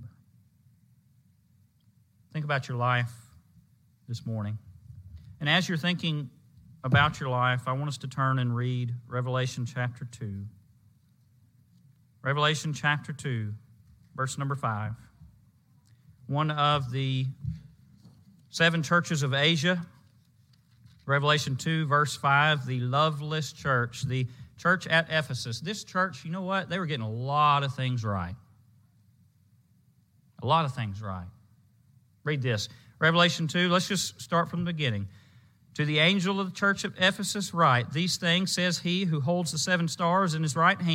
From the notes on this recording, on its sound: Preached at the Marietta, OK Church of Christ on Sunday, May 29, 2022.